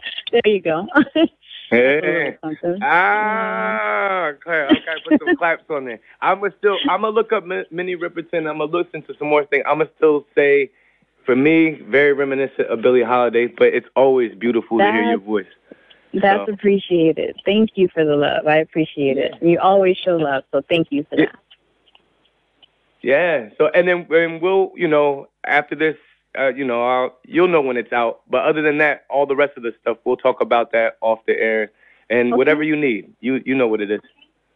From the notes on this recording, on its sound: Here's our phone call.